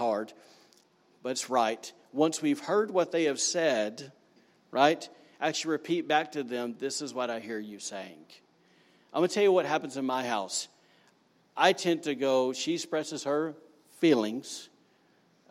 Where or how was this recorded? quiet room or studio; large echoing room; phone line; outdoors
large echoing room